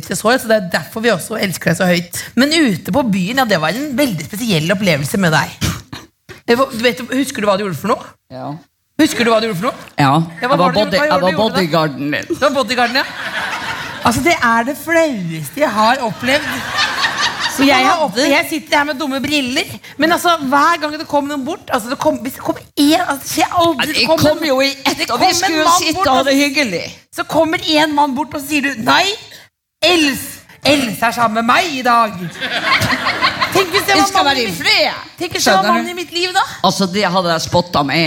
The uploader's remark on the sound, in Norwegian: Live fra Bergen med prompeputekostyme og gjester!